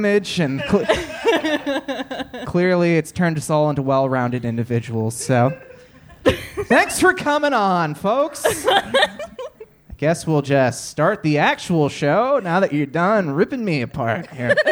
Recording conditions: live audience